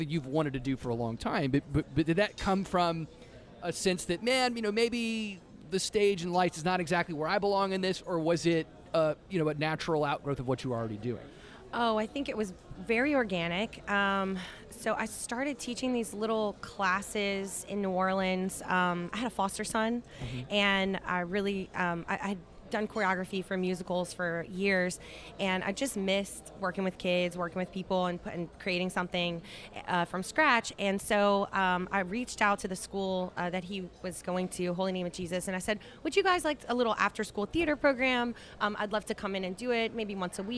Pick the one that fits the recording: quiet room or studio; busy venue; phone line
busy venue